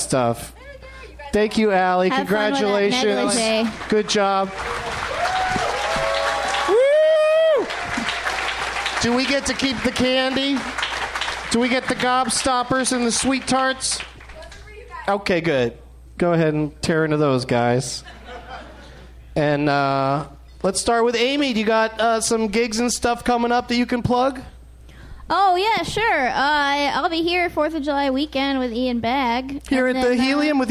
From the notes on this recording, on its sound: Live from the Helium Comedy Club in Portland, OR